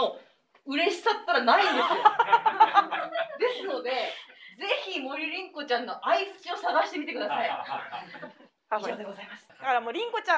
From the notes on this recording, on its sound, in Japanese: ほのぼの寄席 より 公開収録トーク。